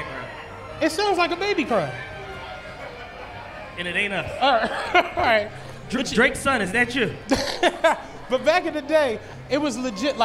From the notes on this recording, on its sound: Live from The Podcast Stage at The 2018 Roots Picnic